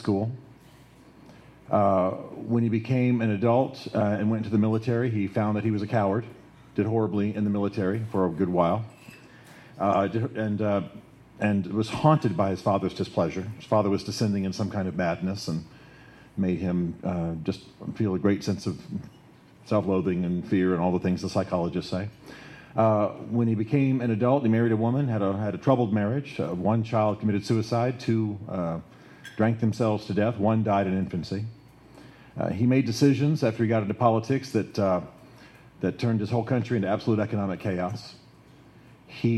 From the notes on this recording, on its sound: Live: From The Great Man Event, May 27th, 2014. At The Standard Restaurant in Nashville, Tennessee.